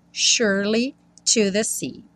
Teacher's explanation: o S tem um som de X, sh, sh, sh, e o E do meio não é pronunciado. Então, assim que você enrola a língua no R, sure, você já vai para o Lee, surely to the sea.